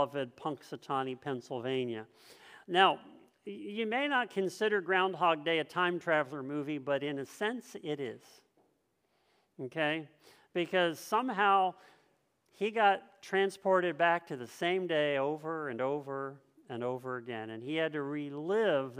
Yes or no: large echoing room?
yes